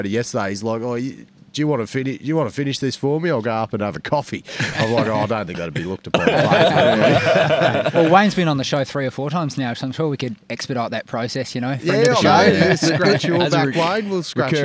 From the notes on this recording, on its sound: Welcome to the first ever global Podcast interview from inside an OPEN PIT (we’re claiming the first). The Money of Mine crew had the pleasure of recording this episode in the historic Great Fingal Pit, close to the town of Cue.